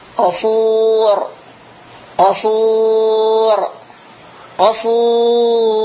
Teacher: Karena ra itu mati dan sebelumnya waw maddiyah. Makanya dia boleh ditebalkan ra. · Term: menebalkan ra